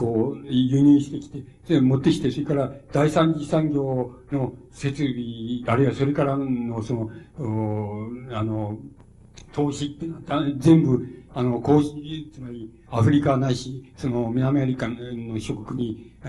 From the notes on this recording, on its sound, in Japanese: 主催：筑波西武リブロブックセンター 場所：エキスポセンター コズミックホール。音源は主催者提供。